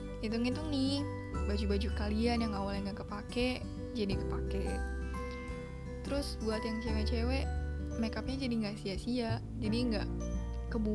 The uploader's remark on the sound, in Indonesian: sorry kalo ada noise